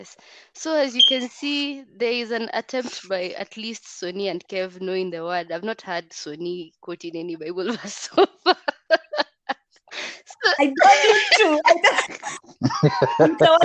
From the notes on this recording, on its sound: Kindly bear with us, COVID-19 has us recording remotely!